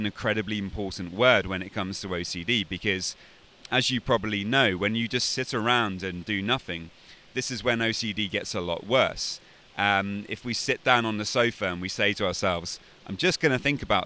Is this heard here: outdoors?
yes